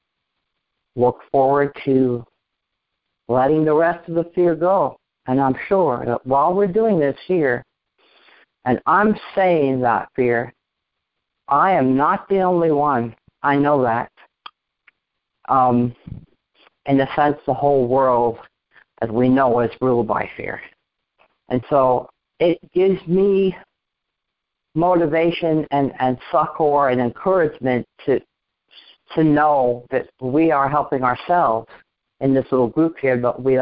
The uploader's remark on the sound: Conference Call